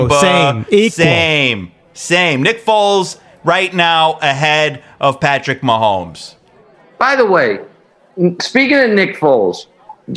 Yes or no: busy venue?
yes